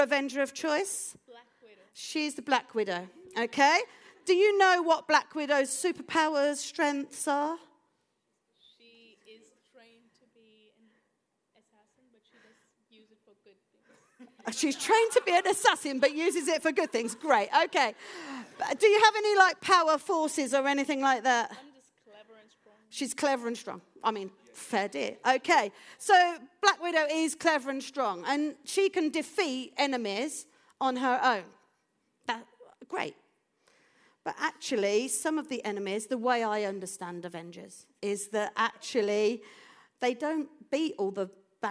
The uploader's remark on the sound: This audio was recorded at our venue in Putnoe.